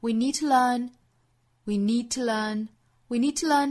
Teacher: need 这个词做重读，前后虚词弱读